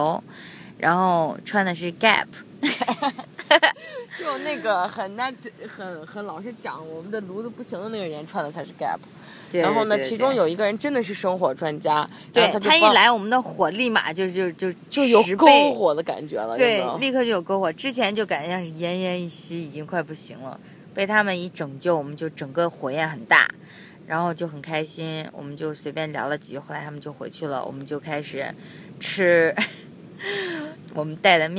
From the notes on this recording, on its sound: We are on a beach! 这是我们俩在一个神秘的地方录制的特别精短版！